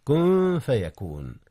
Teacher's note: كذلك أخفي نون كن قبل الفاء، والفاء من حروف الإخفاء